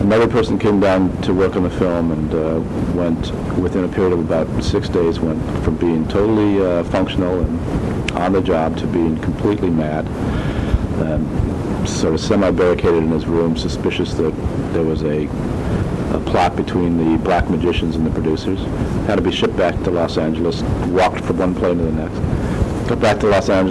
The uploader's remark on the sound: This was recorded on cassette so please excuse the old-fashioned noise in the background.